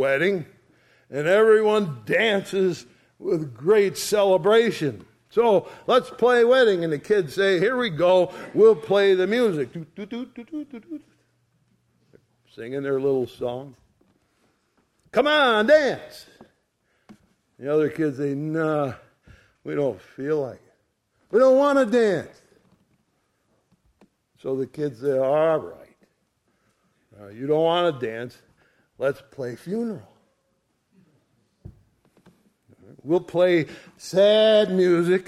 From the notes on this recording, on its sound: Sunday Morning Service recorded on 02/26/2023